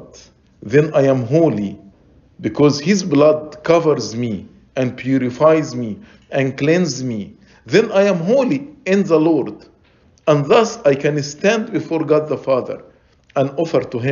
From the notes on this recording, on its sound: Lecture ~ Liturgy & Life Convention